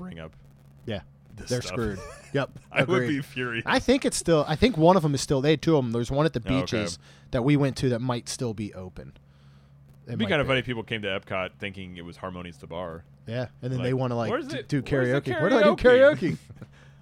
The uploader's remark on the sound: on location at Disney World!